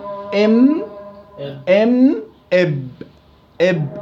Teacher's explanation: ويخرج من الشفتين حال انطباقهما هما حرفان، هما الميم والباء.